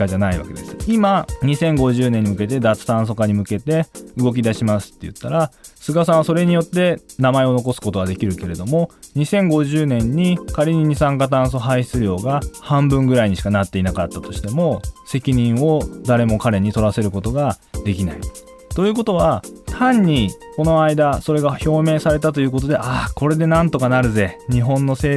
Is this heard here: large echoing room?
no